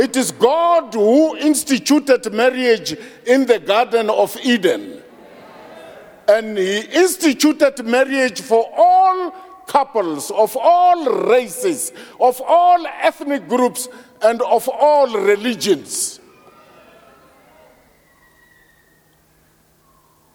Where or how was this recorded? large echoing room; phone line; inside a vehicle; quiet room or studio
large echoing room